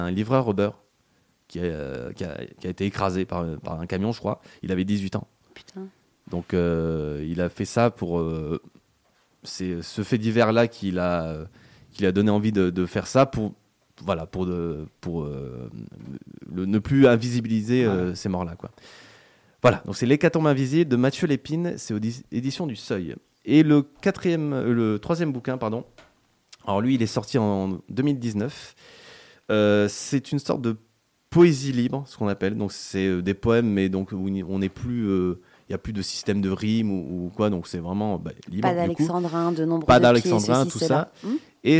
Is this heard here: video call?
no